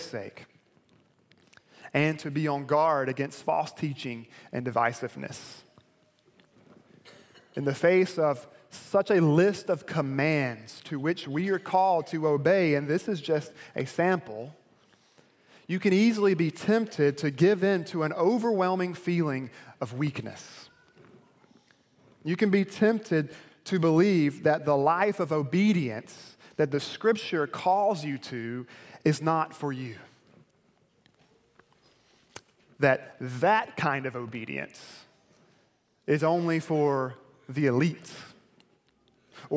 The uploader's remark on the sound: delivered at Perimeter Road Baptist Church.